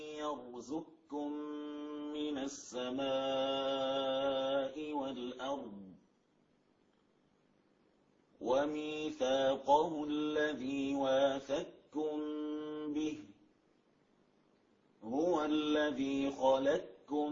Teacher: يعني تسقط القاف في الكاف ذاتا وصفة، لا يبقى للقاف أثر · Term: إدغام كامل